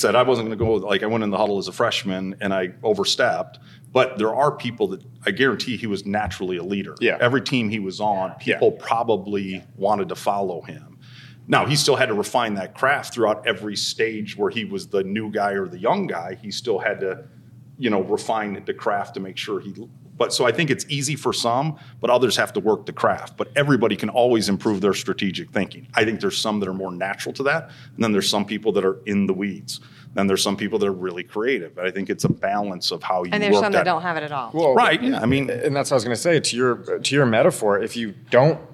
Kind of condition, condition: setting, busy venue